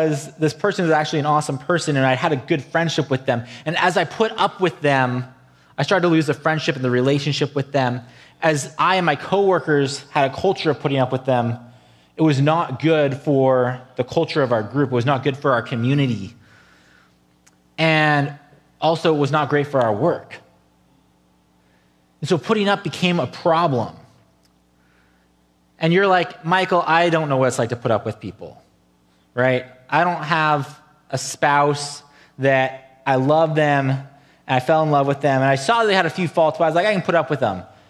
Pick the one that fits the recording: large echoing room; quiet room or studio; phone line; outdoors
large echoing room